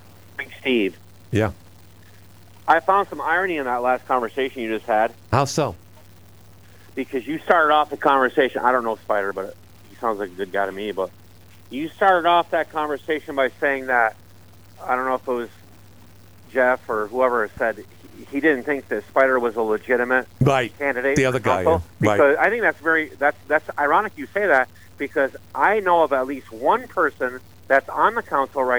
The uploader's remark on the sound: Oh, another council candidate called.